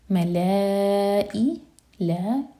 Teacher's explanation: ملائی لا مد متصل 4 حرکہ لمبا اس کے بعد حمزہ پر کٹ آف ساؤنڈ